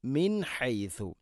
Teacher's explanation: മിൻ ഹൈസു, നൂന് ശേഷം, സാക്കിന നൂന് ശേഷം ഹ ആണ് ഇസ്ഹാർ ചെയ്ത് അഥവാ വെളിവാക്കി ഉച്ചരിക്കണം. മിൻ ഹൈസു, മിൻ ഹൈസു, ഹൈസു അല്ല, ഹൈസു ആണ്.